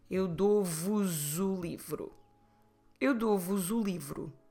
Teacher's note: And also because vos ends in S and the following word starts with a vowel, don't expect people to split the word saying do, vos, u. Expect people to run vos and u together, making that S sounding like Z.